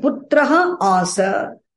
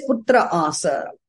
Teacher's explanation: The visarga preceding akara becomes dropped. · Shown in: second take · Term: sandhi